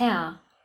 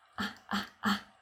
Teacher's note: das vokalisierte R in dem Wort Herr